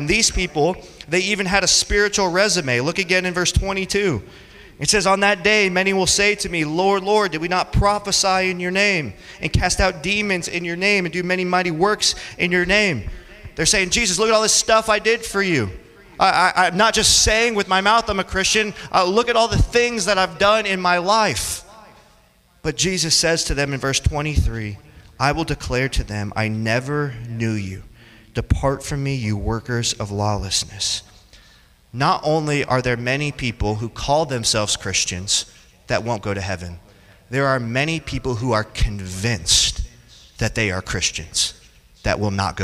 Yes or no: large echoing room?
yes